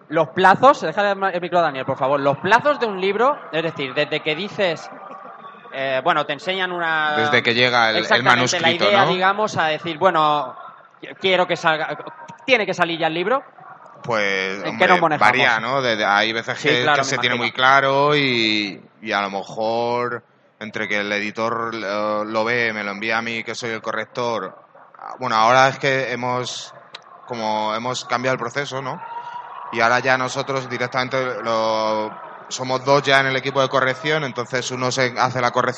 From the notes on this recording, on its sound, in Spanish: Directo Madrid Games Week.